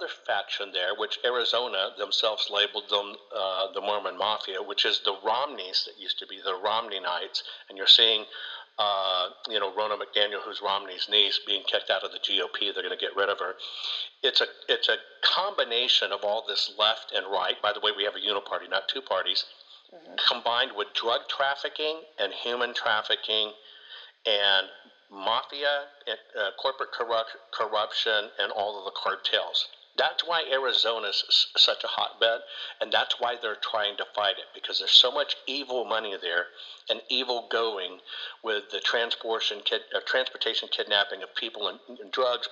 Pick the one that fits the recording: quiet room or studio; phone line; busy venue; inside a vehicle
phone line